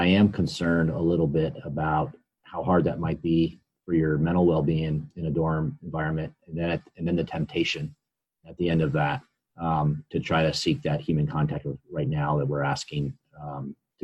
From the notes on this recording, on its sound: COVID-19 Zoom Meeting. 436th Airlift Wing command chief, hosted a Zoom meeting with members of Team Dover.